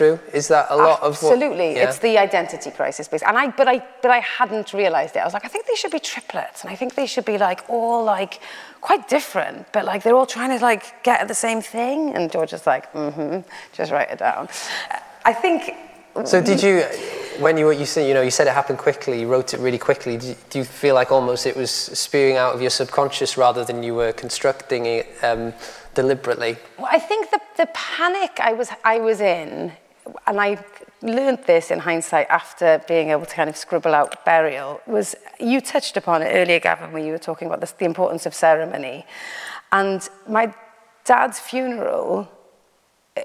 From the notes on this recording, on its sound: This is the second part of our conversation recorded live at St John's Church in Cardiff. In front of a live audience.